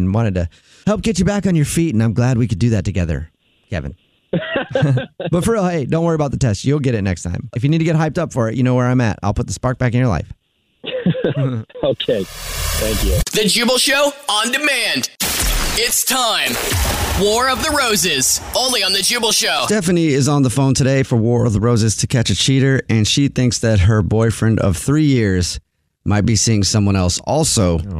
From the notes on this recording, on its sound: Set up his friend's wife in this Phone Prank.